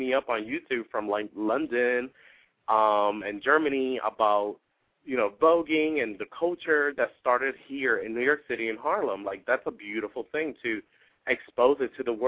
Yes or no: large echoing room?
no